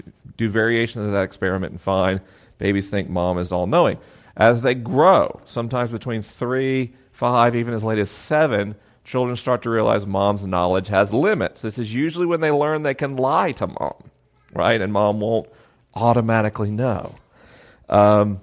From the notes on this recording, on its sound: LIVE in Ft. Smith, AR. This episode was recorded at First Presbyterian Church in Ft. Smith, AR with a live audience.